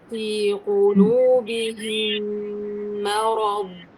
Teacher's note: الميم مع الميم إدغام مرقق الميم والراء مفخمة